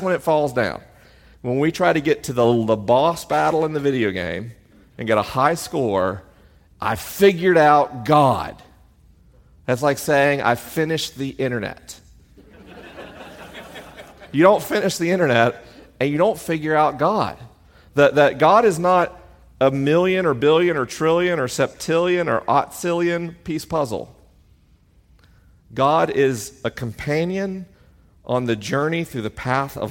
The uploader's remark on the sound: LIVE in Atlanta, GA. This week is a live episode: the questions are unscreened and the answers are unrehearsed.